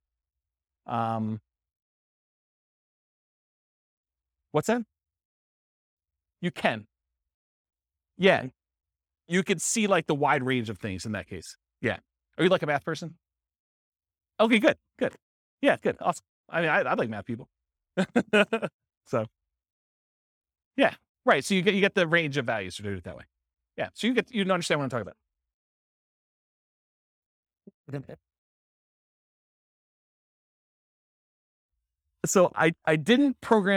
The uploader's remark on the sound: This was a live class recorded